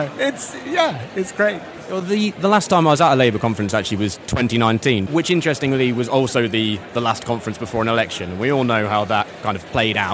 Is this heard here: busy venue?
yes